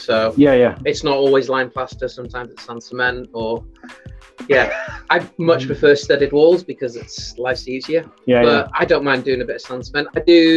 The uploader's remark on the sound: Streamed live from the Amber Rose pub in Edinburgh. Apologies the audio is not great guys wifi signal weak.